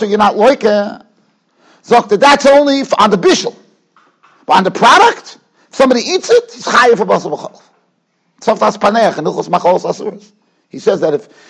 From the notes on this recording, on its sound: Shiur recorded in Yeshivas Ohr Reuven, Monsey, NY.